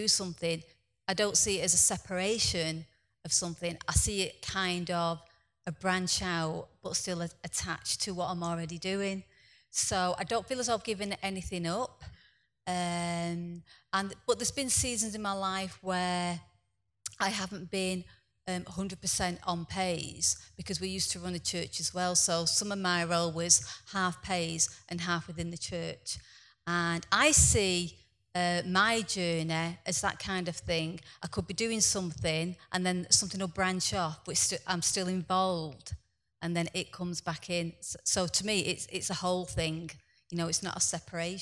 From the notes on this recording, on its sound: filmed live at one of our Foundational Training conferences